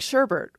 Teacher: Speakers at some point put in the R for sherbet.